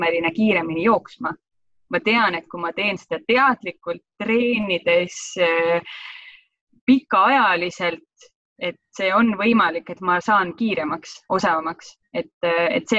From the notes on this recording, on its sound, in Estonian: Võtsime appi videokonverentside tegemise keskkonna Zoom